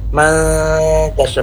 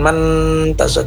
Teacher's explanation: Kemudian ada nun sukun bertemu dengan huruf ta pada kata matasya, ini namanya ikhfa, ikhfa hakiki ya, panjangnya 4 harakat. Ikhfa artinya samar-samar antara bunyi nun sukun atau mati bertemu dengan huruf ta. · Shown in: first take · Matasya, bukan mantasya tapi matasya.